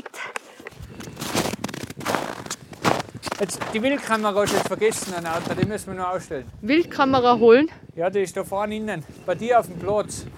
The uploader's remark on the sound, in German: Bei der Wildtierfütterung. Live auf eine Wildtierfütterung mit.